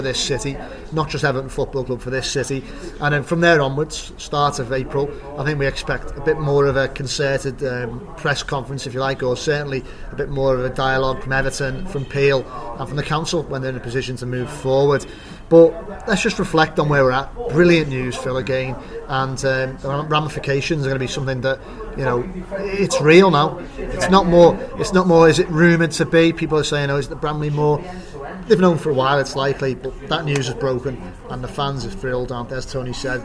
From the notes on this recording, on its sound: We head back to the Bramley Moore pub